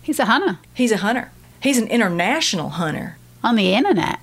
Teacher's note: When there's an N and a T, we drop the T.